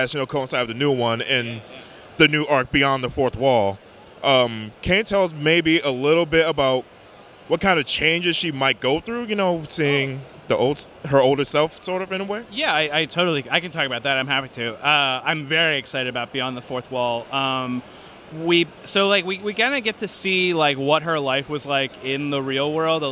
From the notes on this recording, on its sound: at Five Points Festival 2017 in New York